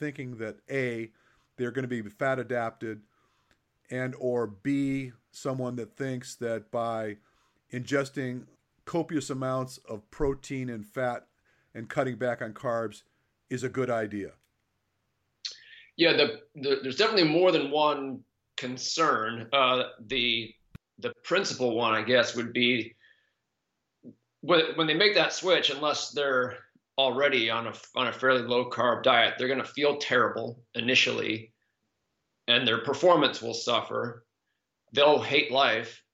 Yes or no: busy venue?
no